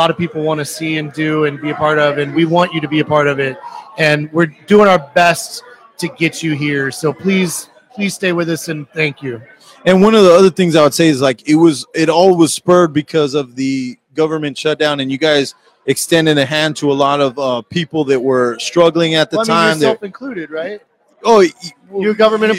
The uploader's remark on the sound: We were live at City Barrel